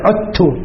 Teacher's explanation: دال قلبت تاء وأدغمت في التاء، وباللفظة ما في الكتابة. · Term: الإدغام